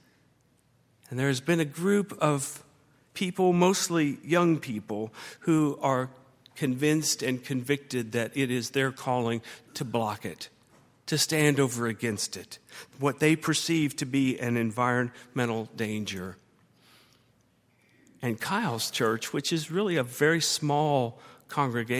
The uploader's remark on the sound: at Highland Baptist Church